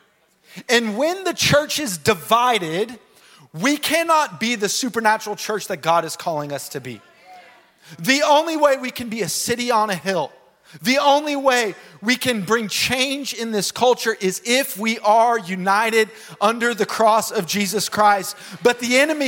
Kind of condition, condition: setting, large echoing room